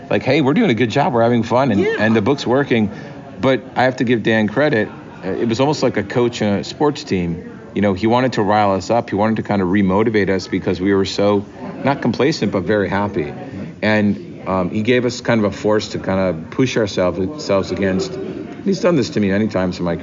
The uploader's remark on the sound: comes to you straight from New York Comic Con 2023